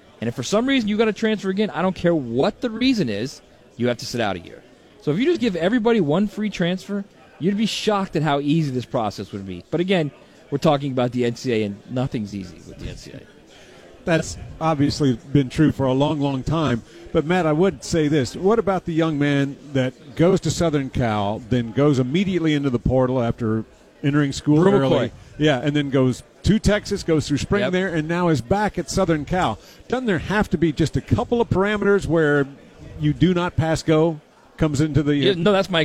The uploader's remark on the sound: live from SEC Media Days